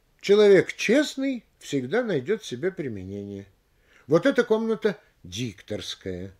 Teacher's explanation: находясь на втором месте, прилагательное получает большее ударение, чем существительное